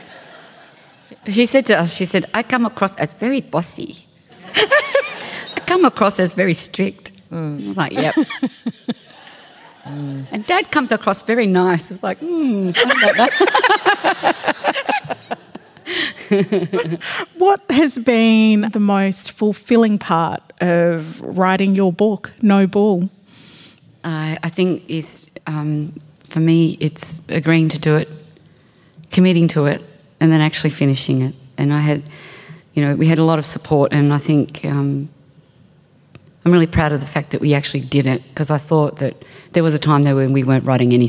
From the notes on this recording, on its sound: This event was recorded at The Capitol as part of the Wheeler Centre’s Spring Fling in September 2022.